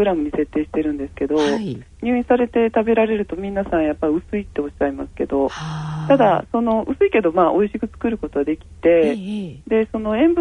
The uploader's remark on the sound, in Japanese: 電話インタビューの模様をお伺いします。